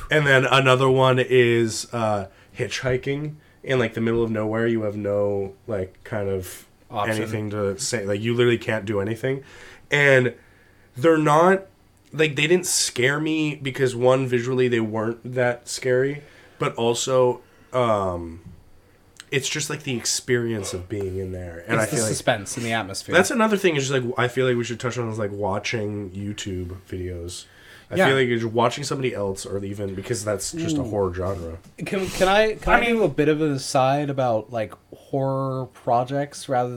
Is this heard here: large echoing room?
no